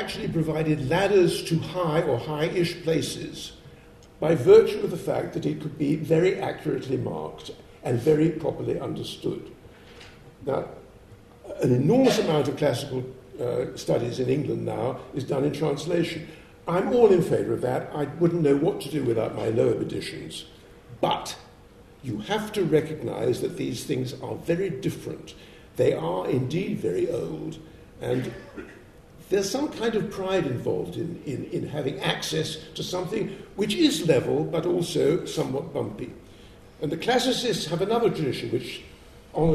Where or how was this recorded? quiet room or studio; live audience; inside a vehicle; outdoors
live audience